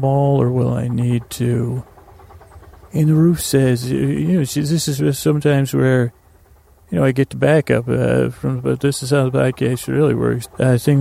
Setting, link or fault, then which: fault, sounds in the background